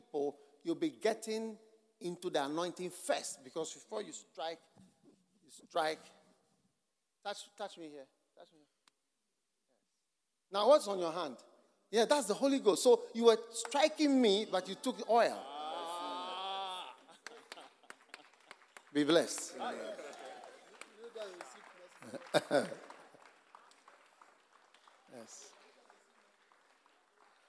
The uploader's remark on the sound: Preached at the Mountain-Like Churches Conference for the AD-RCUD, Mampong-Ghana.